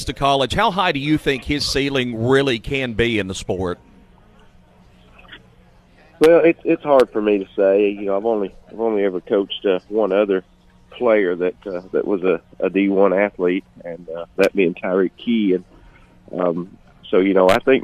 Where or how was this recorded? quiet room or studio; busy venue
busy venue